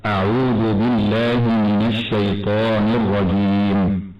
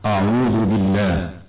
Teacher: كلمة أعوذ تقرأ بترقيق الهمزة ومد الواو مدا طبيعيا مع إخراج طرف اللسان في حرف الذال · Shown in: first take